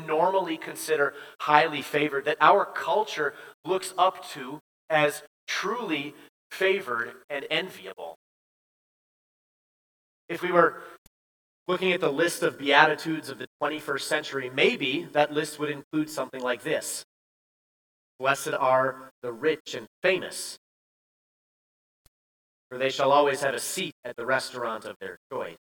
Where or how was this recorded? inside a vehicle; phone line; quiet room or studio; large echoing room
large echoing room